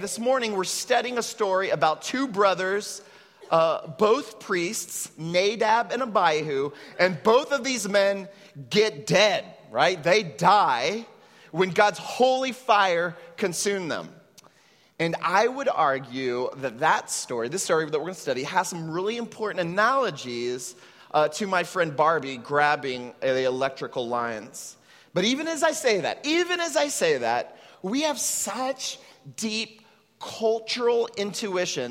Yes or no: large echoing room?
yes